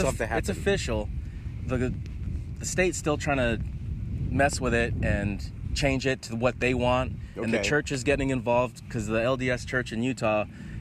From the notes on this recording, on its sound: We are recording on the beaches of San Diego while visiting family